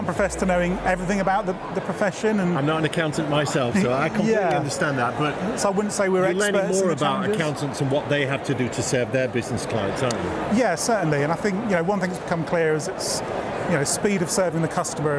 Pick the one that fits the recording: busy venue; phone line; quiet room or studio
busy venue